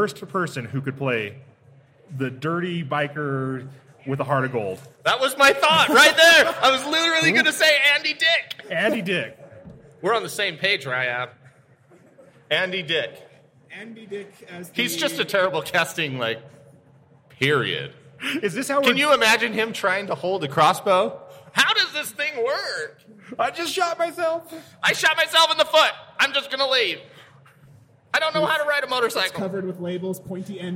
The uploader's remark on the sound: Live from Wasatch Comic Con!